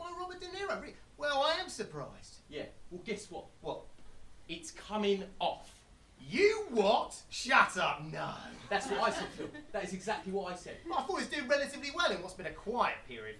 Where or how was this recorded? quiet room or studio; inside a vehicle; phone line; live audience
live audience